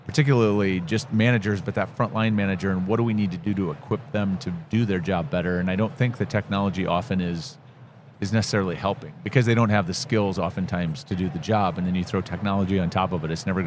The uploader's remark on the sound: Live at the HR tech 2022 conference